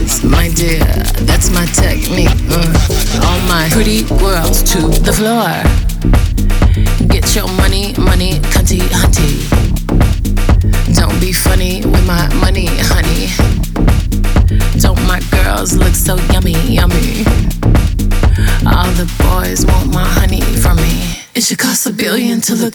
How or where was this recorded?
busy venue